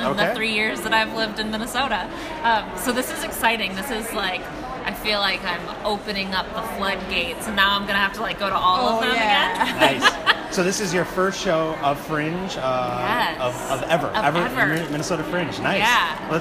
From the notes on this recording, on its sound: spent the evening chatting with audience members for the 2017 MN Fringe Festival